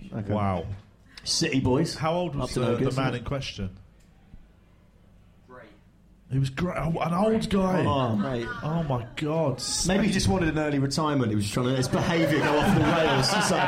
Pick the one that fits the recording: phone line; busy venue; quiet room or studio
busy venue